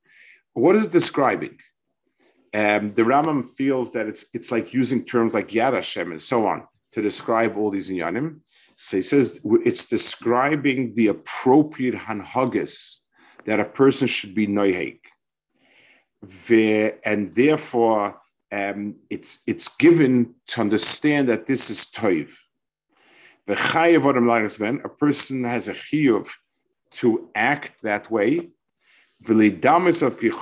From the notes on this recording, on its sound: This shiur take place over Zoom.